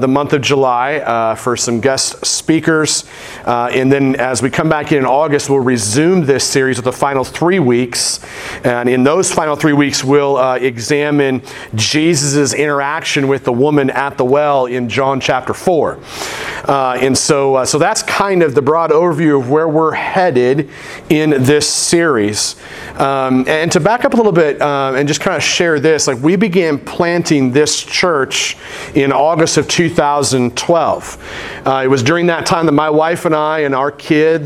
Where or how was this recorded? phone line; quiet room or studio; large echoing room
large echoing room